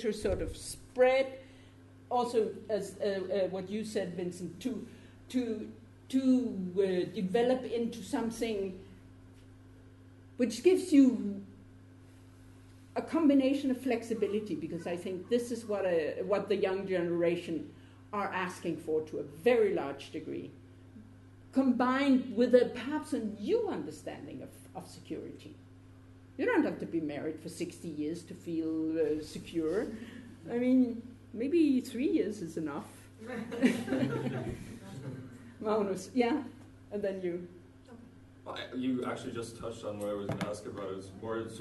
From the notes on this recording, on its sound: This episode of the Nordic Centre podcast is a recording of a public lecture.